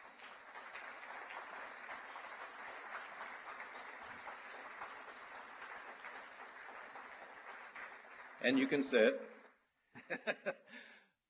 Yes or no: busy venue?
yes